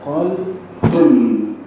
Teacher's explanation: الثاء الخفيفة والمد فيها يقوم شيئا فشيئا، ثم يصطدم بالقاف الشديد كأنه اصطدم بعقبة وبصخر، وبعدين تم تلاقيه سقط تاني نزل قال ثم سقط مرة أخرى ولم يقم ولا يستطيع القيام.